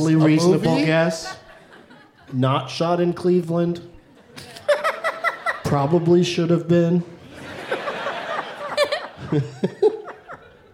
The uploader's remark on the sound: Live from Hilarities in Cleveland